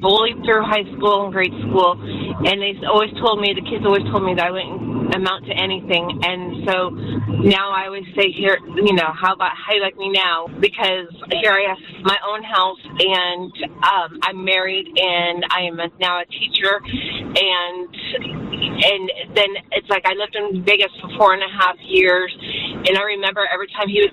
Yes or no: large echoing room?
no